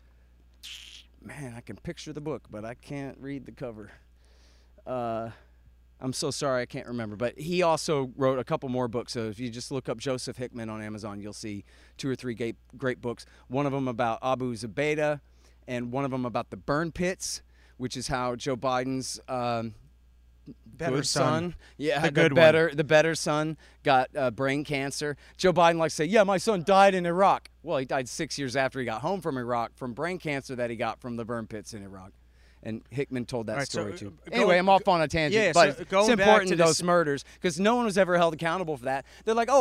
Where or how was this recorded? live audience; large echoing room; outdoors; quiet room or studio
outdoors